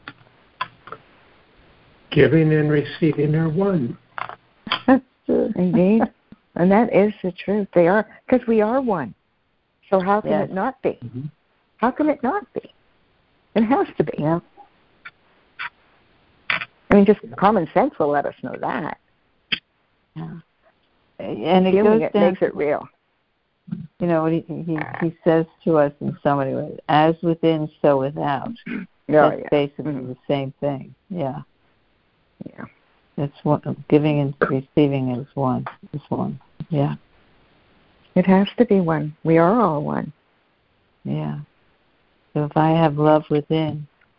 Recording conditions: phone line